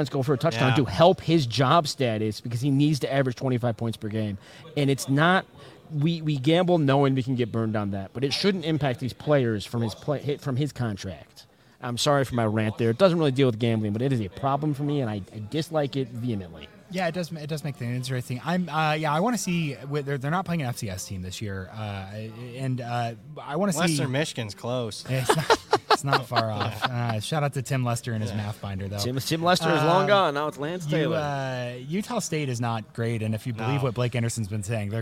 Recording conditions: busy venue